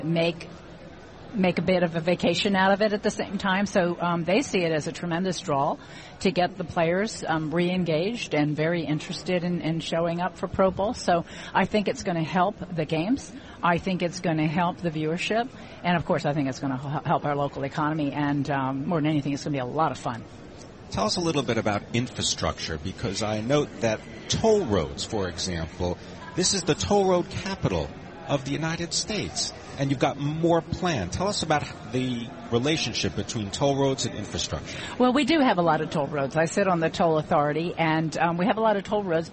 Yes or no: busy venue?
yes